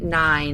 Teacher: You'll feel the tip of your tongue making contact with the space just behind the upper front teeth, what's called the upper gum ridge. And so the tip of the tongue is making contact with the upper gum ridge · Term: N consonant